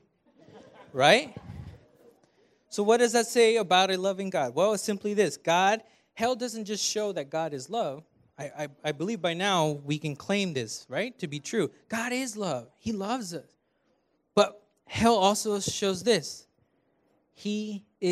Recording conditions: large echoing room